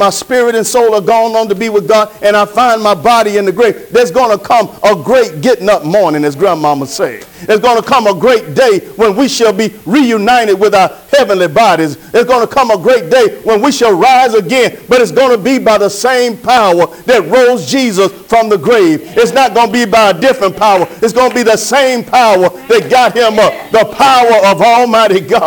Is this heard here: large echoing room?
yes